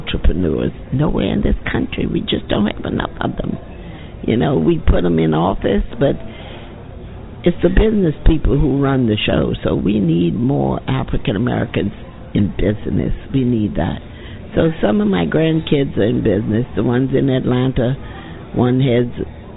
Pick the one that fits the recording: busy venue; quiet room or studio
busy venue